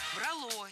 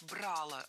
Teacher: Правильный вариант – брало. Ударение ставим на корень. · Shown in: second take